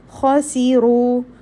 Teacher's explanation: Kha, heavy letter from the upper part of the throat. Seen will have Safir, whistling sound.